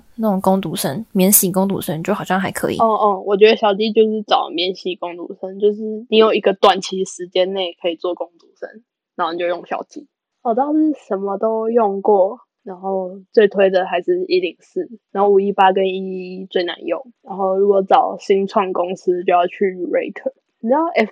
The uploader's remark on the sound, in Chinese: 大家有注意到我們的音質很爛嗎，因為我們救學分不救窮，學分要緊沒錢買麥克風啦！